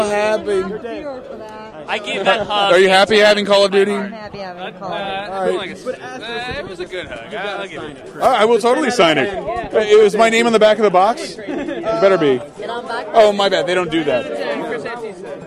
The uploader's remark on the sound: LIVE from Boston’s PAX East 2012 extravaganza!